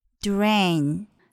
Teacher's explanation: 首先呢，是一个组合的辅音 d r d r 后面呢，A I 发的是双元音 A，然后再加上一个 N 的发音